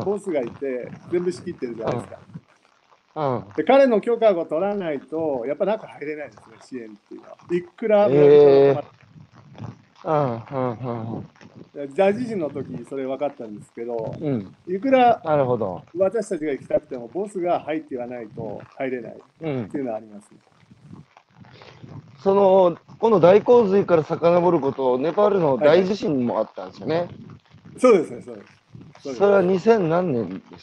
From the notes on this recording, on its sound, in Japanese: 歩きながら1時間、対談する